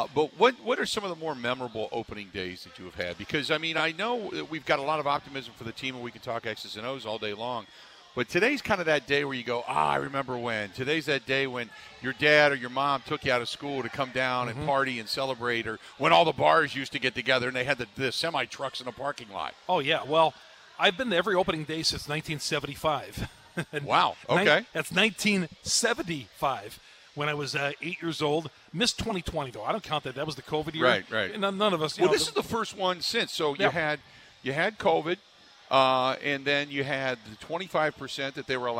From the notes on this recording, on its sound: spends the first hour live from Steny's